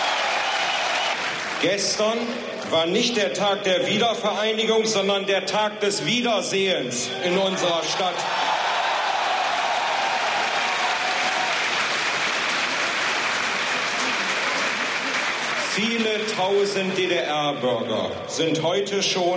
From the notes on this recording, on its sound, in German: Großkundgebung vor dem Schöneberger Rathaus nach der Öffnung der Berliner Mauer. Auf der Großkundgebung vor dem Schöneberger Rathaus in West-Berlin.